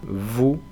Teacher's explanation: No se pronuncia en principio la S final. La OU es U y la V es una V que se parece un poco a una F y que vibra.